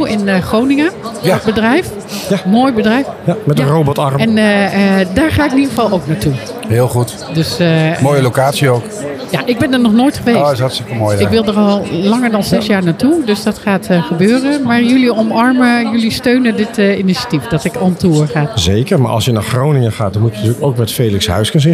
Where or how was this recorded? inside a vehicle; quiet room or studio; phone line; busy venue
busy venue